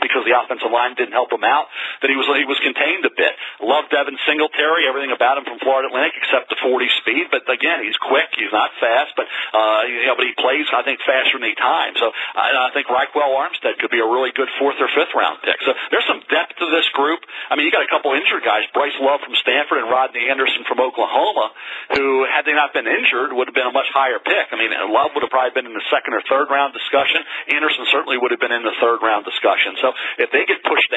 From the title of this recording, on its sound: NFL Draft Conference Call